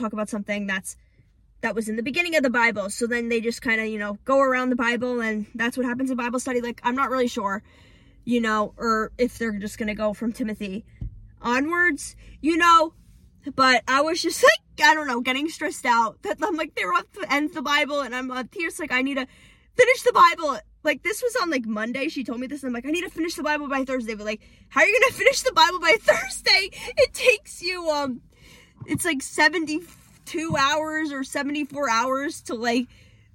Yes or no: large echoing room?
no